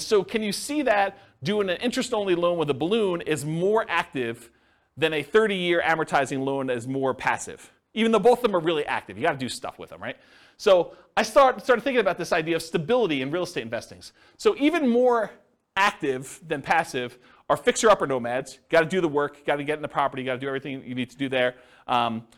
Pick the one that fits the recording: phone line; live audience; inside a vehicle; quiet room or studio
live audience